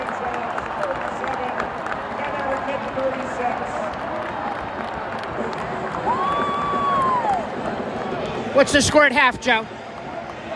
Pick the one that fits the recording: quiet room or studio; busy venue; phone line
busy venue